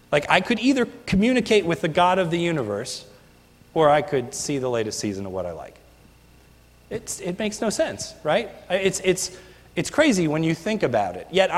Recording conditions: large echoing room